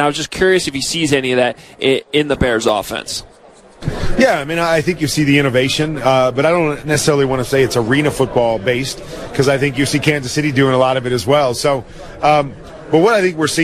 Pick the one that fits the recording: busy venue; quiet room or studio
busy venue